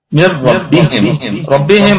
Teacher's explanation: من ربهم الراء مشددة مفخمة. ربهم الكلمة البقية الكلمة كلها مرققة.